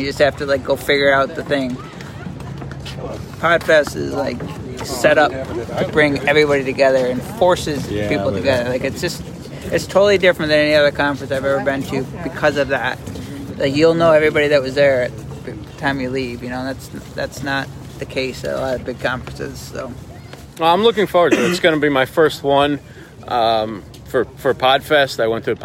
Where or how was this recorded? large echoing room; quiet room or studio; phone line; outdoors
outdoors